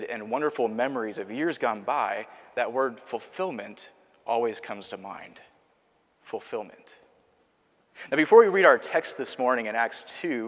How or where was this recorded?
large echoing room